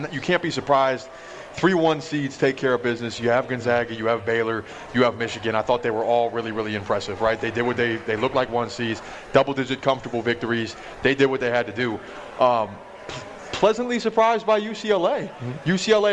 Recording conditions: busy venue